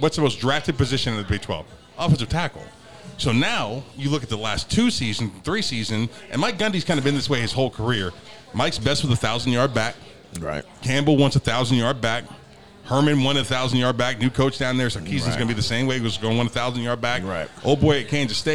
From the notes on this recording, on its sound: from Neds Starlight Lounge in Oklahoma City